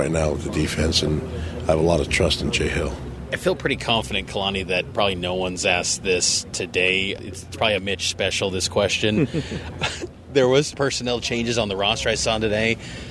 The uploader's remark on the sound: At Big 12 Media Day. At AT&T Stadium.